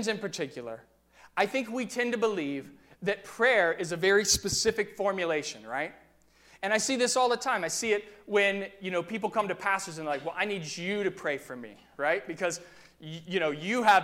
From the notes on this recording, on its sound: during the 9:00 AM service on Sunday December 9, 2018, at First Presbyterian Church of Arlington Heights, Illinois.